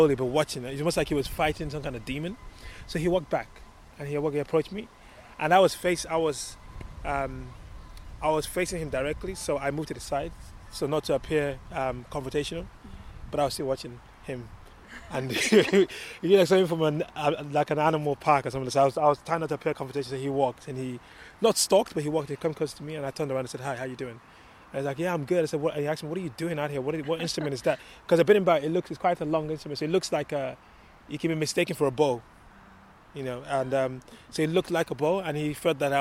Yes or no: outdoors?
yes